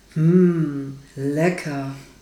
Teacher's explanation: Um die Indifferenzlage zu finden, stellt man sich am besten ein leckeres Essen vor und sagt dann, hm, lecker. Am Ende der Silbe hm haben wir ungefähr eine Tonhöhe erreicht, die der Indifferenzlage entspricht.